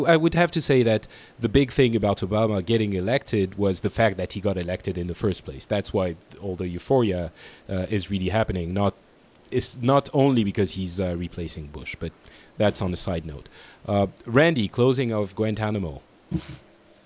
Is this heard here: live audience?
no